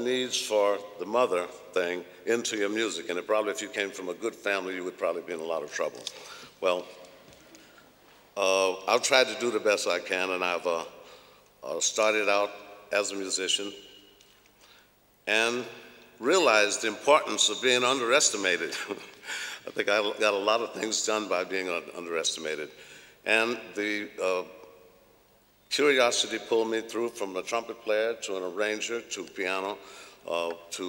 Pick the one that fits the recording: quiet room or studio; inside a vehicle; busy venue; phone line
busy venue